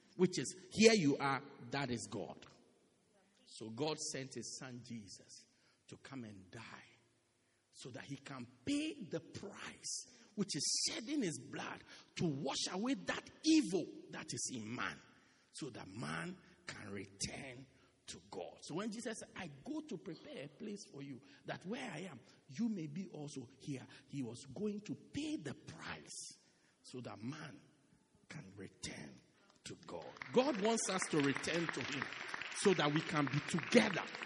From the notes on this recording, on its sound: Preached Christ Our Hope Cathedral, Pietermaritzburg-South Africa